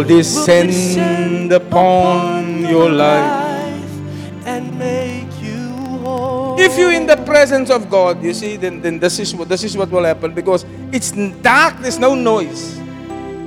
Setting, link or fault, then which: setting, large echoing room